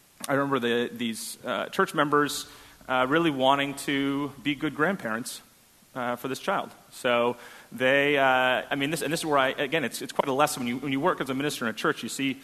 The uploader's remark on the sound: At First Congregational Church of Houston.